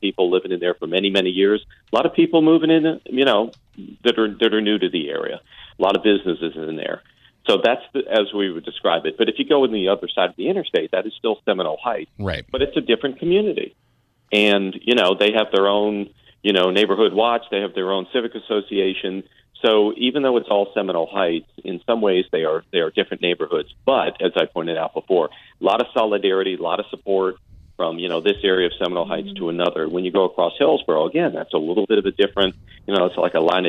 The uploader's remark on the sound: From Tampa Police Dept called in to give an update.